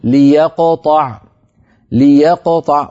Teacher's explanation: نبدأ بلام مكسورة، بلام مكسورة، لأنه لا يمكن البدء بلام ساكنة